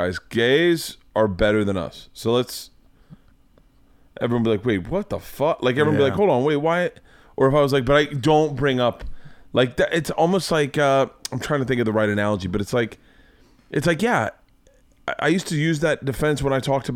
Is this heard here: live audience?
no